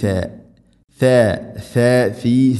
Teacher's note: നാവിൻ്റെ അറ്റം മുൻപല്ലുകളുടെ ഇരുനെരുകിൽക്കിടയിലൂടെ അല്പം പുറത്തോട്ട് നിൽക്കണം നാവിൻ്റെ അറ്റം